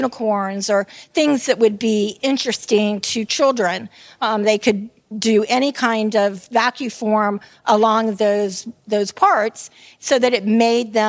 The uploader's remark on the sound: The audio was taken from our 2018 event The Seasonal Attraction Leadership Symposium.